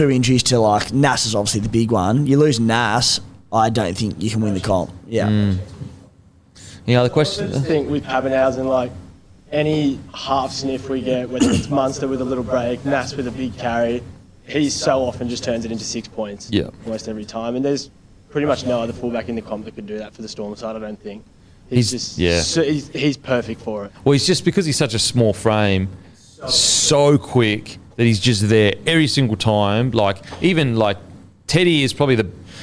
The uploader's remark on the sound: in front of our live crowd